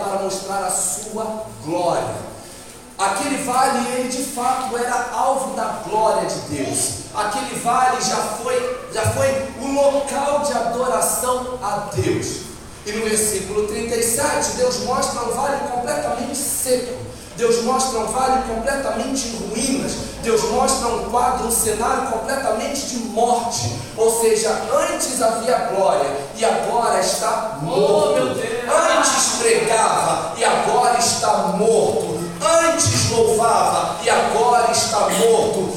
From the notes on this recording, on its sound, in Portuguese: Áudio da ministração realizada em 19/06/22 na Igreja Casa de Oração Nova Aliança.